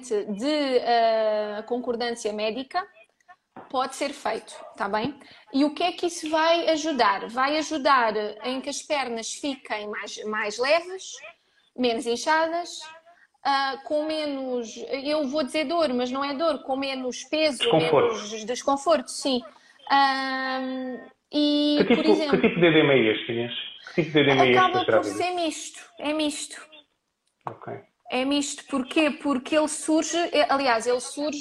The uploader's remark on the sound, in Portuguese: Gravado através do LIVE do Instagram.